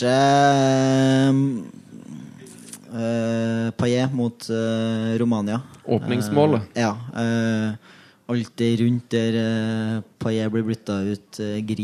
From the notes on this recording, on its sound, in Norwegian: live EM-finaleshow fra en herlig pub i Trondheim